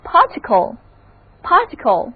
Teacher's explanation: 字母 c 的读音是清辅音 k